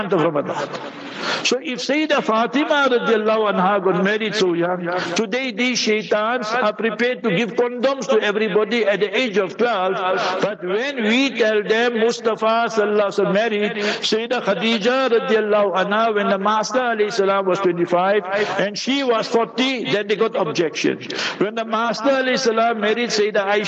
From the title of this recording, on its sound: Jumah Lecture at Rainbow Masjid